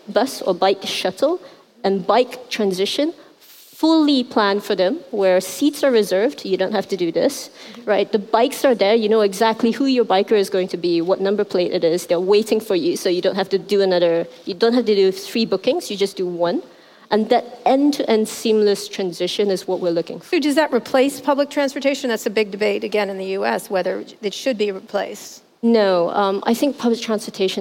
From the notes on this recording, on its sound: at the 2018 Rise conference in Hong Kong